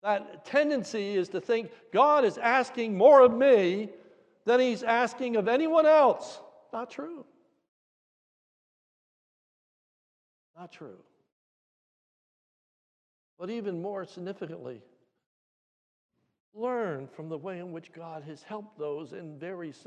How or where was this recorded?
large echoing room